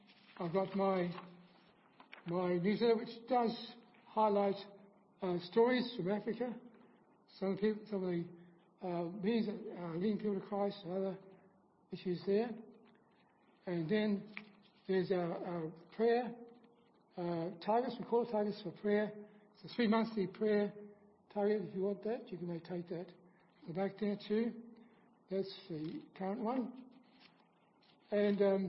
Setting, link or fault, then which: setting, large echoing room